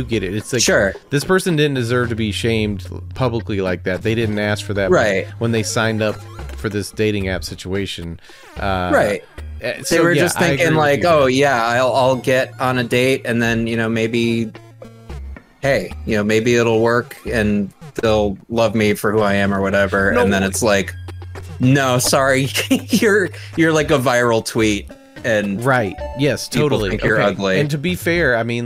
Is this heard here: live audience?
no